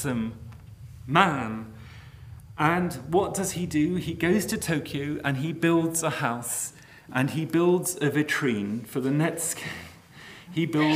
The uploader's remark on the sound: The lecture took place at Queen Mary University of London, Arts Two Lecture Theatre, Mile End Road, E1 4NS, on the 23rd of March 2017 at 6.30pm.